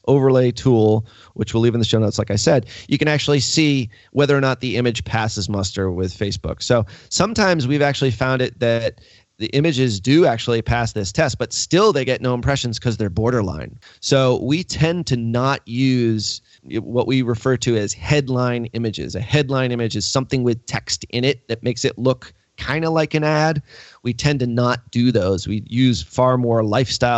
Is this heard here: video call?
no